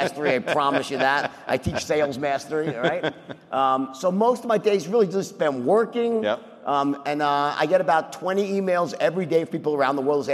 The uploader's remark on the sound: interview on the stage at FreightWaves LIVE in Chicago